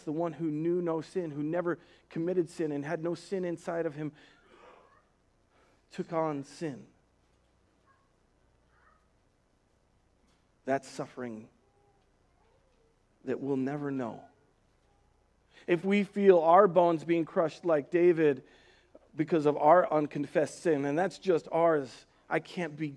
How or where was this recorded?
large echoing room